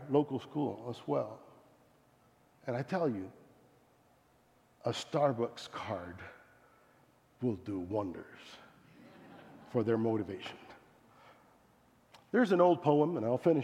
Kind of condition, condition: setting, large echoing room